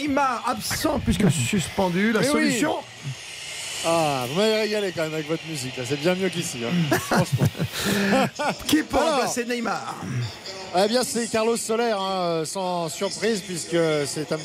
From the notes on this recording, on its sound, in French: en direct du Juventus Stadium